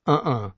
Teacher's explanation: a glottal stop, the slight catch in the throat between the two syllables of the common Federation standard utterance, uh-uh, meaning no.